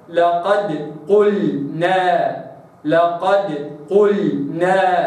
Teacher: حينما تأتي الدال بين مفخمين لابد أن نراعي ترقيق الدال